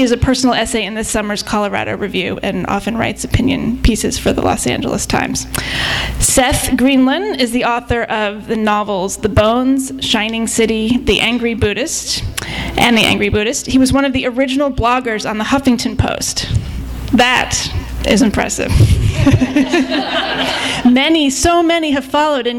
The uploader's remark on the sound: In a panel discussion. THIS EVENT WAS RECORDED LIVE AT SKYLIGHT BOOKS JULY 6, 2011.